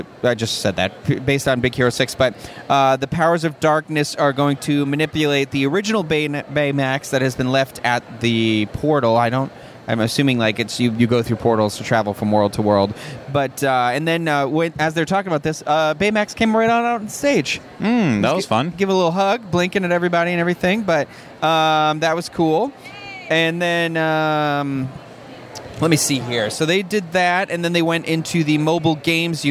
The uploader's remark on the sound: D23 Expo Day 3 Morning Live Show